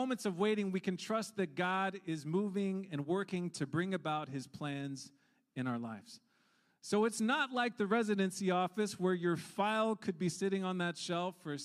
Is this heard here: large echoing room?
yes